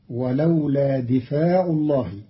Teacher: قرأ قالون كلمة دفع بكسر الدال وفتح الفاء بعدها